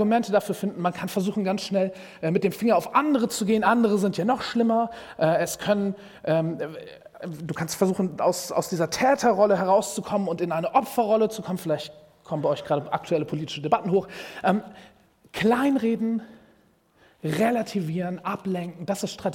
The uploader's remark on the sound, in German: Predigt im Rahmen des GreifBar+ Gottesdienstes